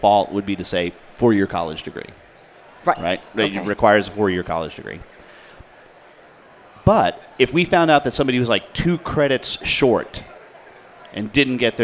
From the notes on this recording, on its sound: broadcast live from the 2018 AICPA ENGAUGE Event at the MGM Grand in Las Vegas